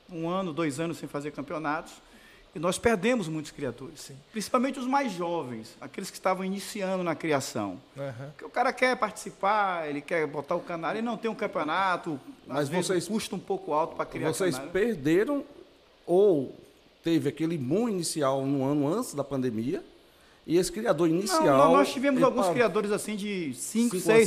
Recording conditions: busy venue